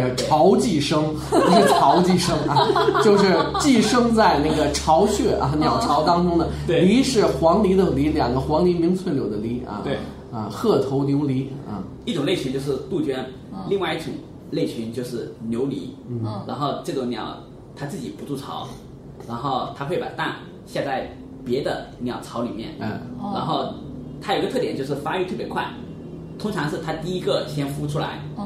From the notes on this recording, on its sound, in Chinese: 本期节目为在张大妈办公区用录音笔录制，可能有街道上的杂音，请见谅。